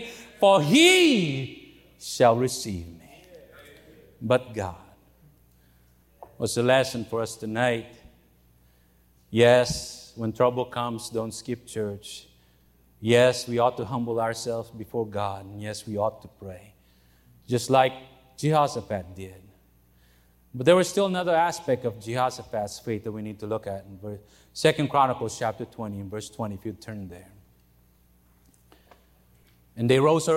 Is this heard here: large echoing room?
yes